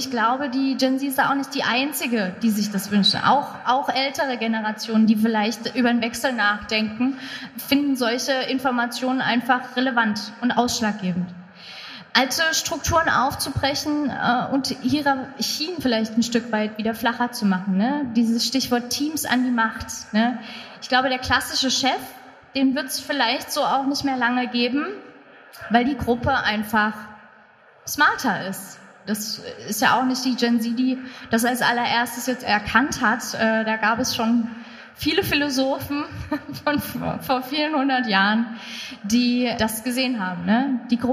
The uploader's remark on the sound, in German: LIVE auf der Zukunft Personal Europe. Live am Stepstone Stand auf der Zukunft Personal Europe in Köln.